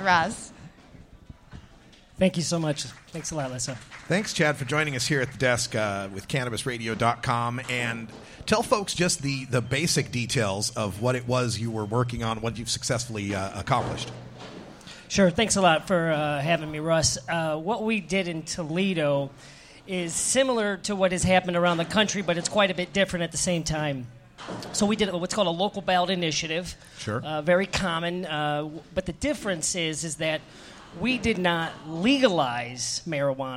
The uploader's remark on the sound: Live from Columbus, Ohio, Women Grow event